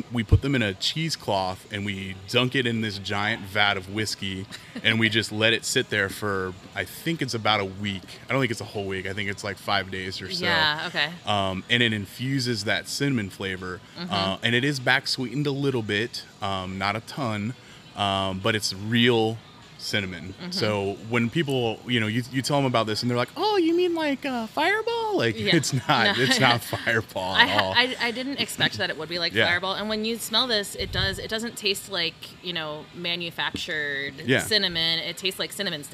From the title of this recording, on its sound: Cincinnati Distilling - LIVE On Site!